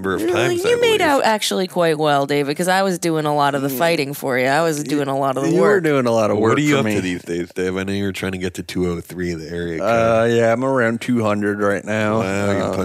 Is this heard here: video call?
no